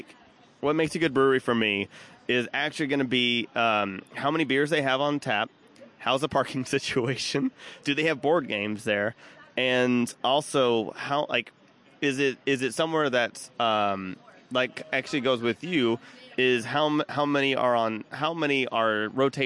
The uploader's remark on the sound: live at Backstreet Brewery!